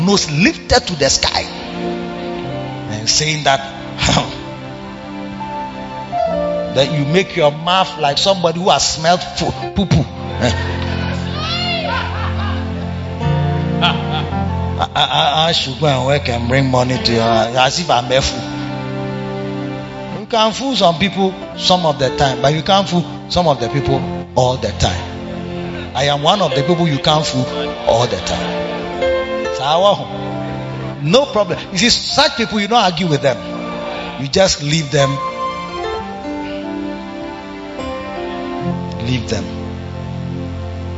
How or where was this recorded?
live audience